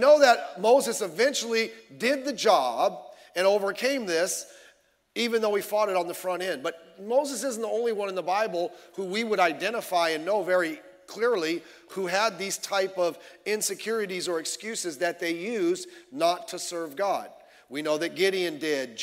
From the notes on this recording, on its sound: Sunday Evening Service